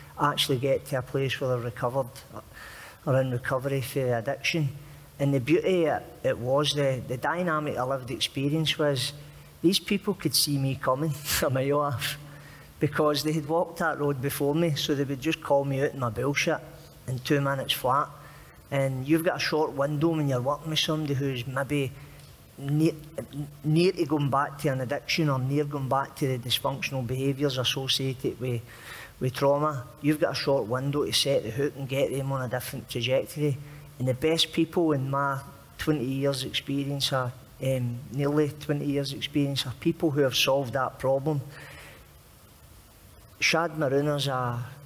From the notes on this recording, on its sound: This audio-only episode captures the first show of Common People Live at the Edinburgh Fringe Festival!